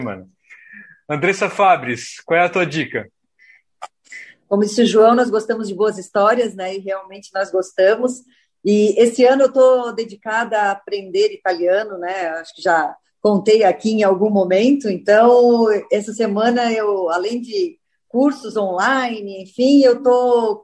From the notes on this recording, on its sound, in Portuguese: Direto de Londres. Nessa mesa redonda virtual.